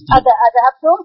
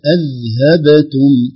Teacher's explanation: خلي الذال بدون قلقلة والباء هي المقلقلة · Shown in: second take · Term: القلقلة